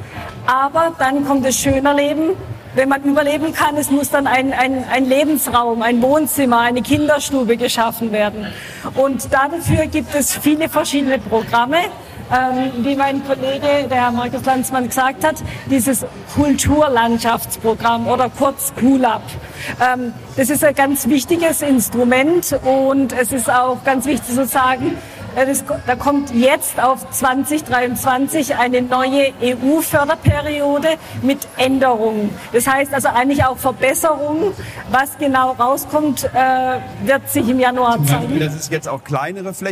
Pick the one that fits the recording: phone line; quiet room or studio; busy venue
busy venue